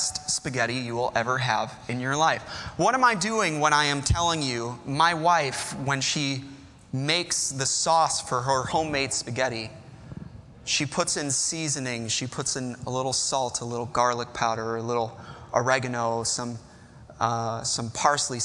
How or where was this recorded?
large echoing room